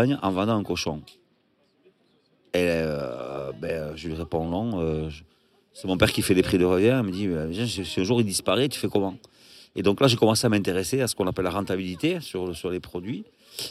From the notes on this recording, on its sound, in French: Enregistré à la terrasse du Petit Suisse, sous le soleil de St Jean de Luz.